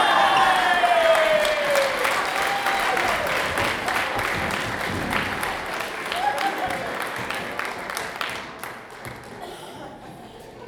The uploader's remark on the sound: Live at The Establishment